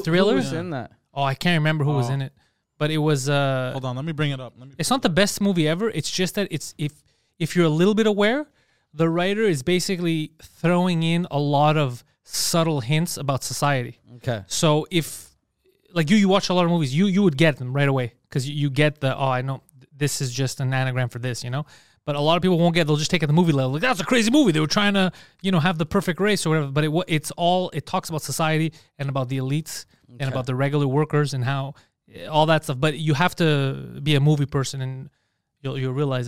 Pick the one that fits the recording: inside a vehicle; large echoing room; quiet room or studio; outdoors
quiet room or studio